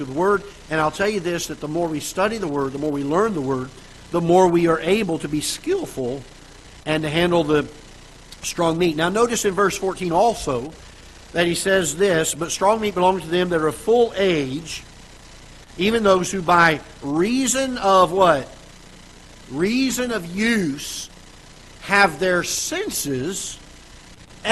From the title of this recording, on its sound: Ketha Heights Baptist Church ~ Live Broadcast